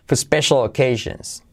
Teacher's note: Dicho rápido la R decae